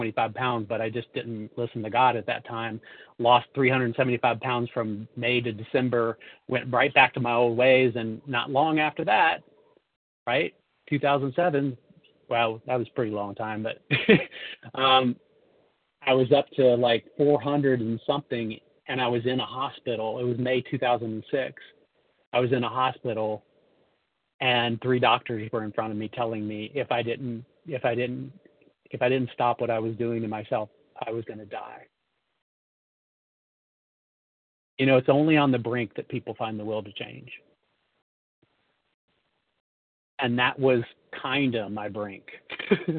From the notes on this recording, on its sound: from the 100 Pounders Phone Meeting